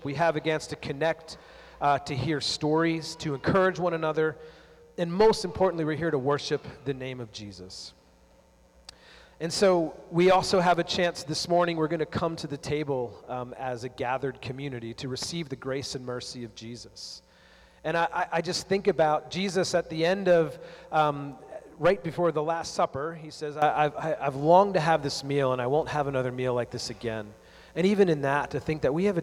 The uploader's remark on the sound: Audio from Renew’s 15th Anniversary Gathering